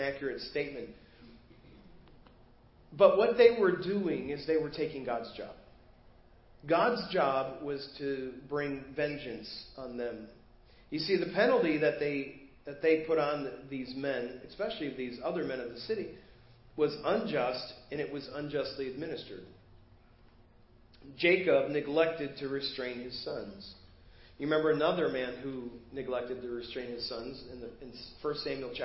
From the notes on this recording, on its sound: Preached at First Baptist Church of Hazel Park